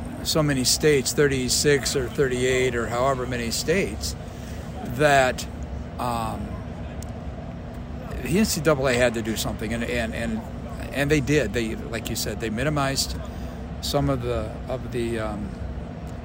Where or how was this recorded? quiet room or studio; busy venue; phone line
busy venue